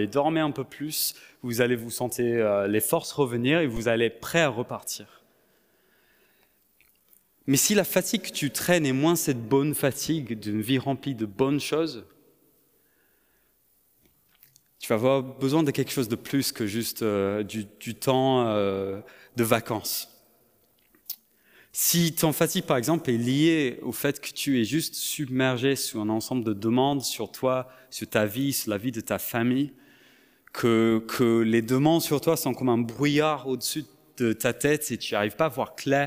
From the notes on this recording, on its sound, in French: Enregistré à l'église CVV, le 03/07/2022